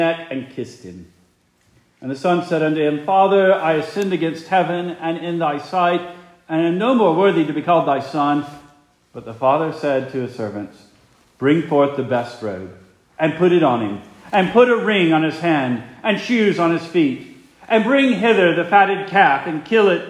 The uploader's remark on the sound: Preached the morning of November 5, 2023, for the Heidelberg Presbyterian Church in Heidelberg, Mississippi.